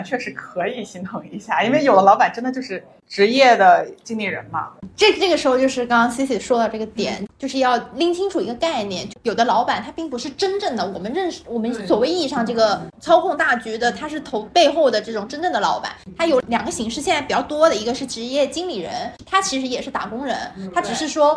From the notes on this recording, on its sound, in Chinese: 本期录音环境较为嘈杂，请大家多多多多谅解